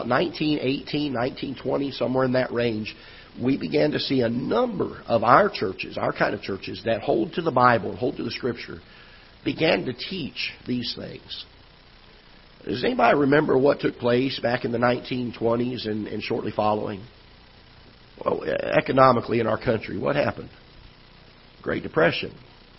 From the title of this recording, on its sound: Ketha Heights Baptist Church ~ Live Broadcast